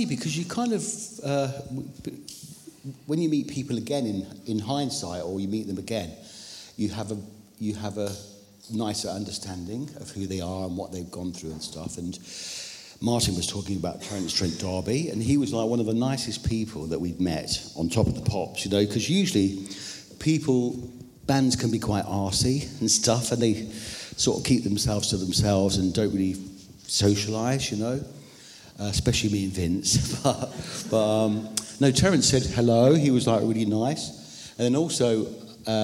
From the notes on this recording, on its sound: They were talking in front of an audience